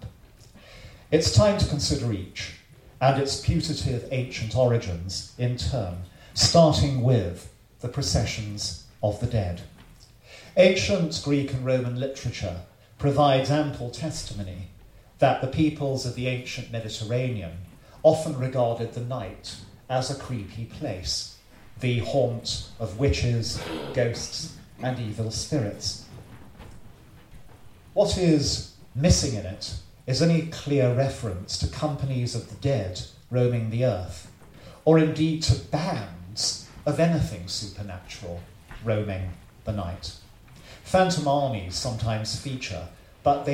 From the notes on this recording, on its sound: The Folklore Podcast releases from its archives a public lecture given in 2017.